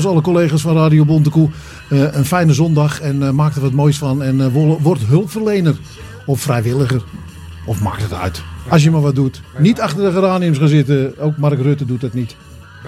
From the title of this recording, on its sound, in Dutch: Live Op De Hulpverlenersdag 30 September 2018